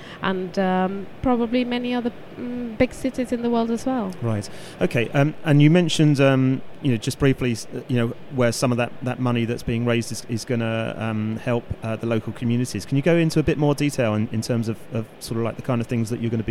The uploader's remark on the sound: Show 57 was recorded at the 2017 World Travel Market at ExCeL